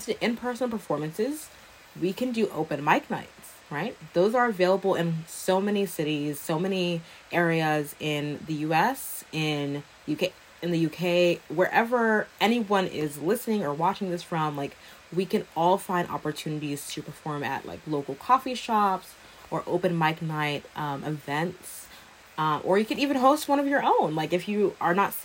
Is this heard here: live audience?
no